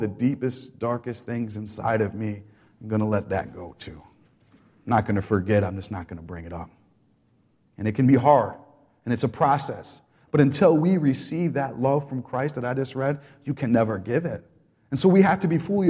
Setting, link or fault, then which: setting, live audience